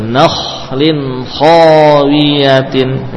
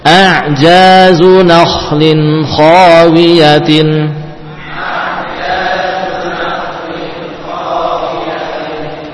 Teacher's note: kha termasuk huruf isti'la, jadi dibaca tebal · Term: tafkhim